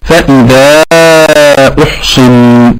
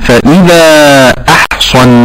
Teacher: والمعنى قرأ بضم الهمزة وكسر الصاد · Shown in: first take